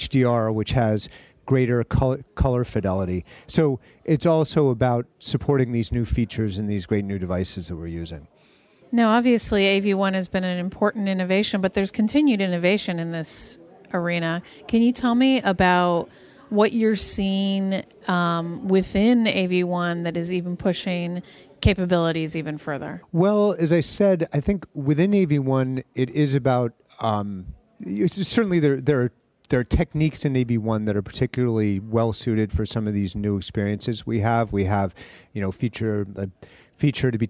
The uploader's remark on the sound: Intel Chip Chat LIVE from IBC 19 in Amsterdam.